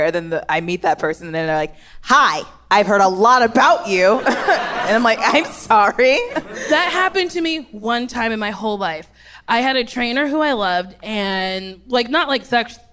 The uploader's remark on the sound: Recorded live at the Largo at the Coronet.